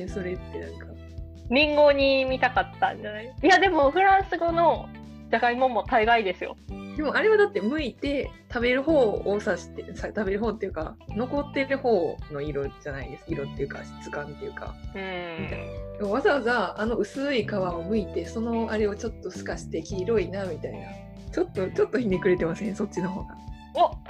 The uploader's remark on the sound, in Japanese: 音質悪いです